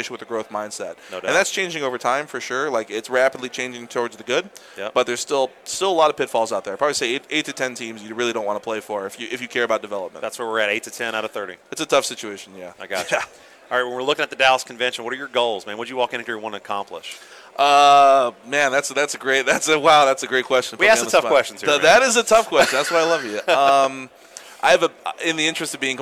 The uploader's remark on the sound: Live from the ABCA Convention in Dallas. From our podcast stage in Dallas, we worked to capture the energy.